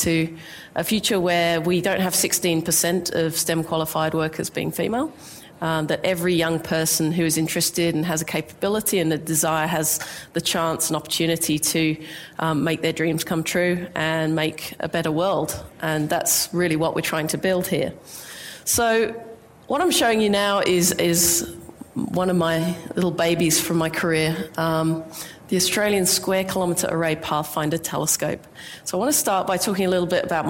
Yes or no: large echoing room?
yes